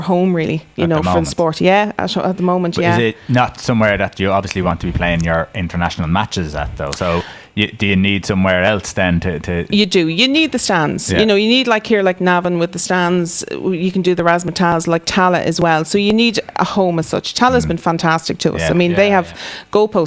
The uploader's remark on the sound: We were live from Navan rugby club for the International match between the Irish Wolfhounds vs Belgian Barbarians. Interviews with Players, coaches and fans from both sides.